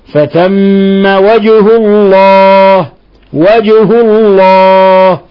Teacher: في عندنا ميم مشددة فثم الحكم التجويدي حرف غنة مشدد نضغط على الميم نعطيها غنة مقدارها حركتين فثم والجيم نقلقلها لأنها مقلقلة ساكنة لأنها ساكنة تقلقل وهي من حروف قطب جد.